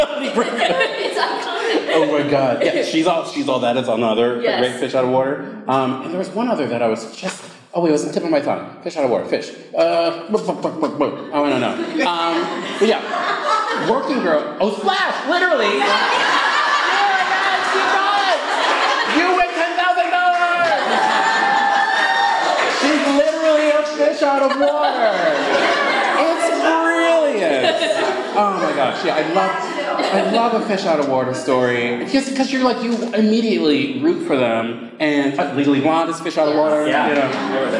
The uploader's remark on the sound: A recording of our live show from our summer Reader Retreat this past weekend! Studio D Podcast Production. Thomasville, Georgia.